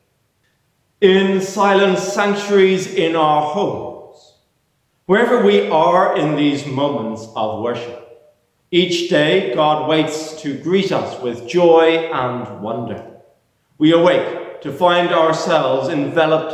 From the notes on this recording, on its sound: This week the main service is from Christ Church, Ballyjamesduff which is part of the Kildrumferton Group in Co. Cavan.